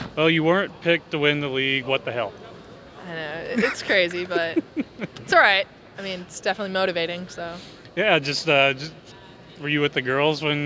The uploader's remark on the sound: the sounds of Missouri State men's and women's basketball media day